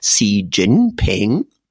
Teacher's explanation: it's in fact a rising tone, a falling tone, and a rising tone